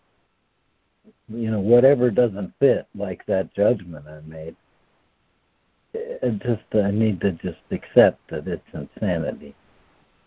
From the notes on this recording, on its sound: ACIM Daily Conference Call.